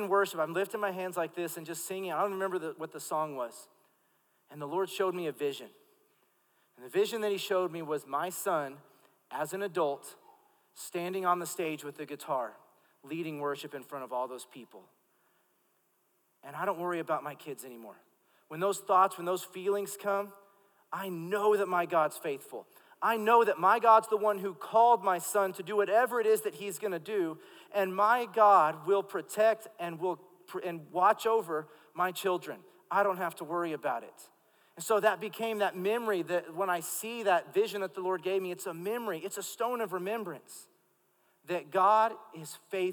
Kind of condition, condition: setting, live audience